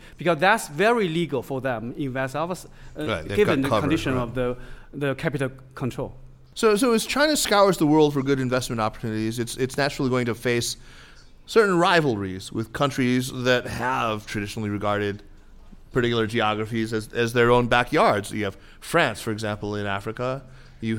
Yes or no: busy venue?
yes